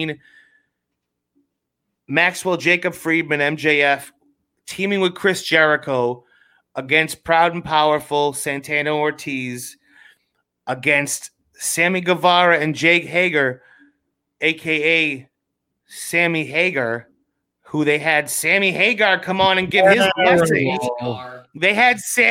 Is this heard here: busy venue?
no